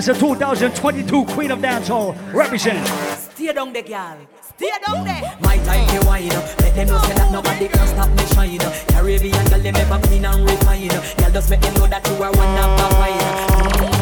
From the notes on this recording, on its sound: Live audio recording of my session at Island Saturdays on March 5th, 2022.